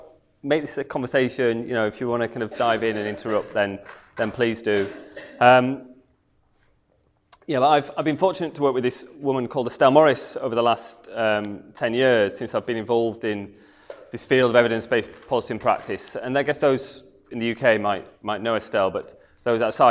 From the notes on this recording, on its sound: comes from the evening talk on Thursday 3rd August